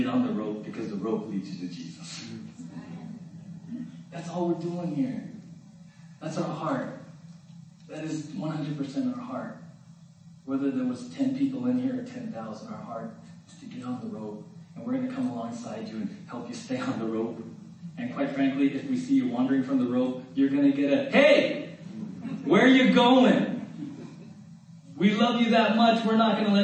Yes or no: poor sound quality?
yes